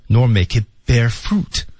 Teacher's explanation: nor,带有否定意味一般都被重读